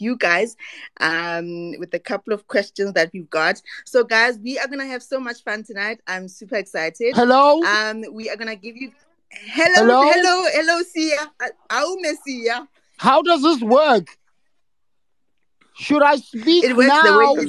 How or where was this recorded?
video call